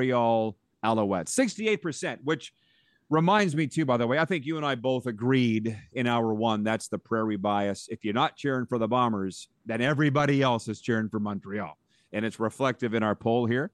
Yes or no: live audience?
no